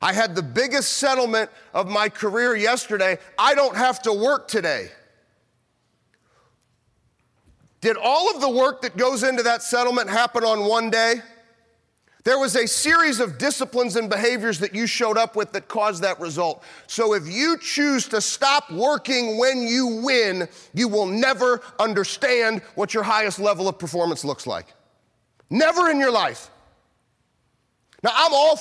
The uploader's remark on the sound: we wanted to pull a section from one of my recent keynotes where I took over 400 attorneys through this same training